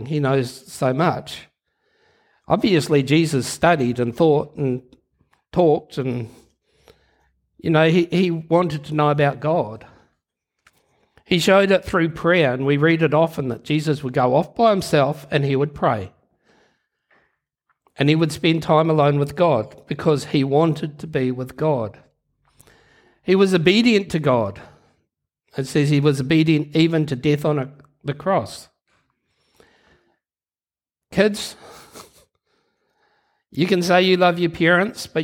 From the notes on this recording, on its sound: Recorded Live at Harvest Life Church, Blenhiem, New Zealand on Sunday 23 January 2022.